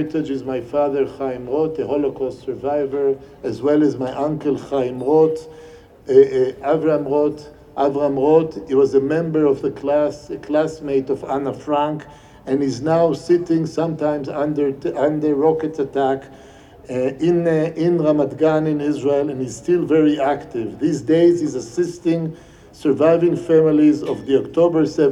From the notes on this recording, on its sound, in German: Unbearbeitete Aufnahme der Abschlusskundgebung der Gedenkversammlung.